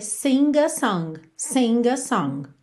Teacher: se eu tenho uma vogal depois, eu ligo fazendo o som do G.